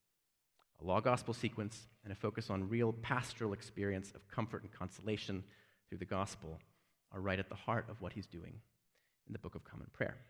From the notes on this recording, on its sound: Given at Beeson Divinity School in Birmingham, AL. First annual lecture in Reformation Anglicanism.